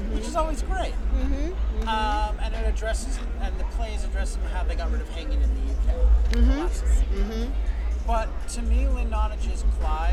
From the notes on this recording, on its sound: LIVE from the streets of Brooklyn